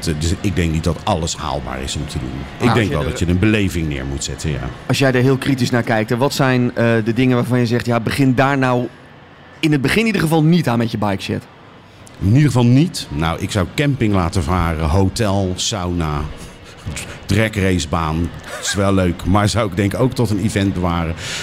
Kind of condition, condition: setting, busy venue